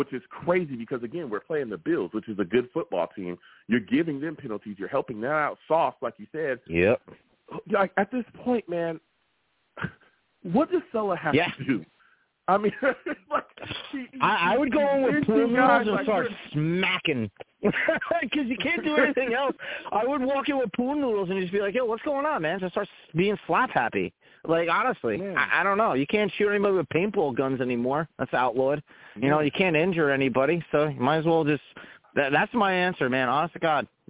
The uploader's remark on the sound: I take live callers!